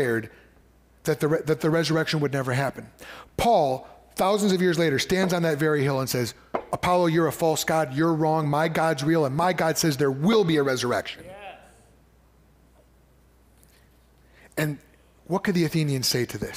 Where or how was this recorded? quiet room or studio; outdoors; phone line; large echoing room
large echoing room